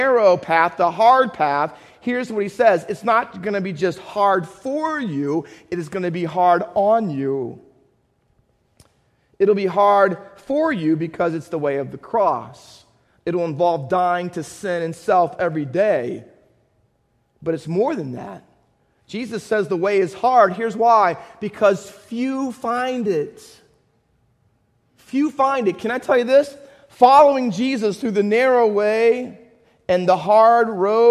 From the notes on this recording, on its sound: Faith Baptist Church in Hamilton, NJ.